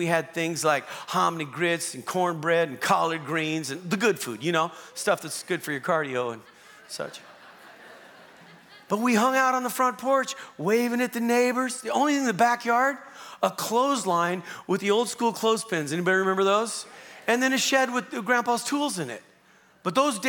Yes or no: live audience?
yes